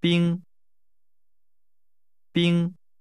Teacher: Ice is pronounced with a high level tone.